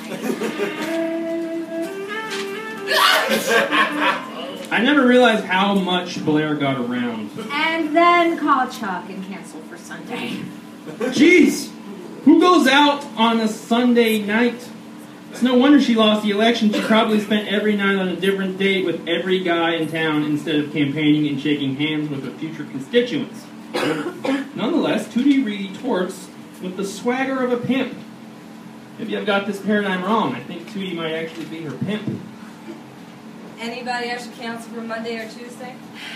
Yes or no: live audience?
yes